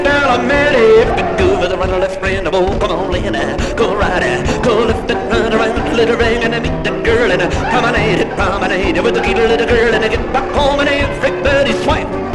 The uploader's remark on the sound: Live Dance. Recorded in Los Angeles, California - October 1960.